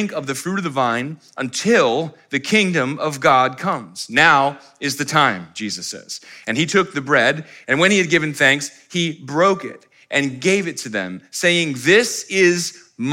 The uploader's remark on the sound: live stream of our Good Friday Communion Service